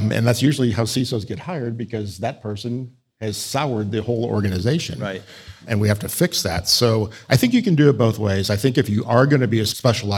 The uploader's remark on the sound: Welcome to another live show of the Cyber Ranch! This show was conducted at the Cybersecurity Conference 9 (CSC 9) conducted by the North Texas Chapter of ISSA.